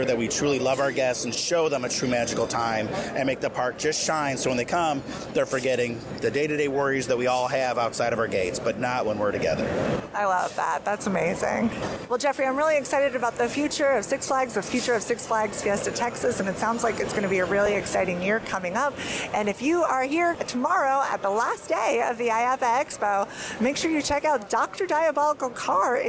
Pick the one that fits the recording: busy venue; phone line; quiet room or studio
busy venue